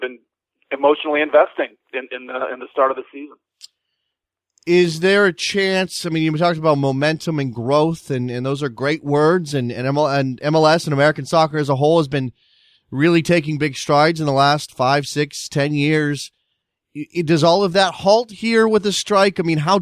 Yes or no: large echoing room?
no